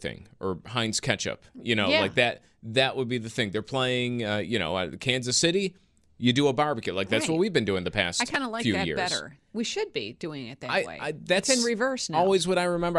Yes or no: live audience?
no